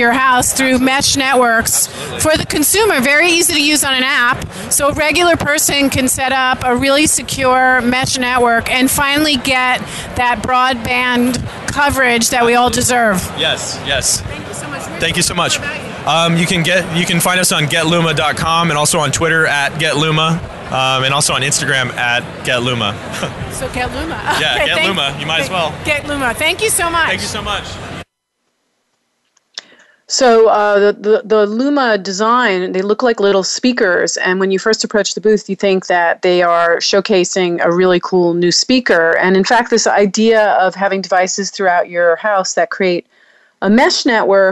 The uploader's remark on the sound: Reports live from the show floor of TechCrunch Disrupt SF 2016 talking with hot startups and technologists who are premiering their businesses at this stellar event that hosts over 5,000 attendees over 3 days.